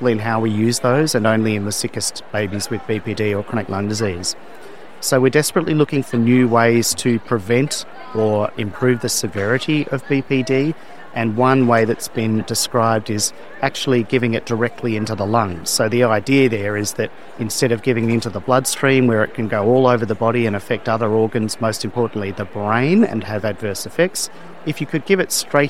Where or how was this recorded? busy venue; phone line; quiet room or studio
busy venue